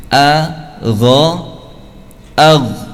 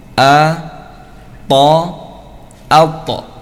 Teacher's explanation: harus dibaca tebal karena terangkatnya, ya, terangkatnya lisan ke langit-langit · Term: huruf isti'la